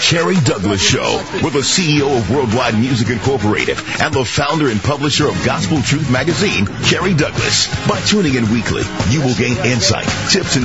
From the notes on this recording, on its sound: they will be taking listener phone calls